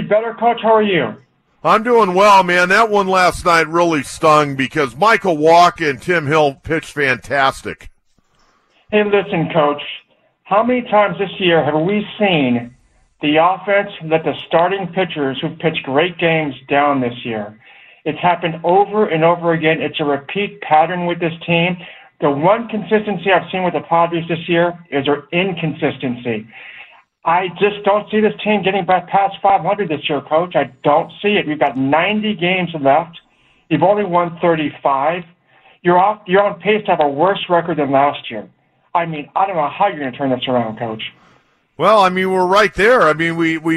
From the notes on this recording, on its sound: Takes phone calls from upset Padres fans.